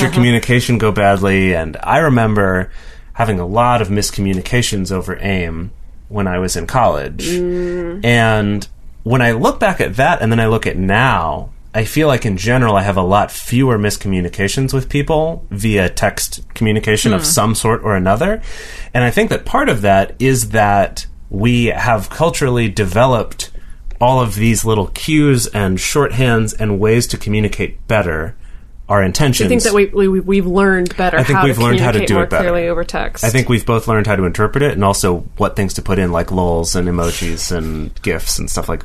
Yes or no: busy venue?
no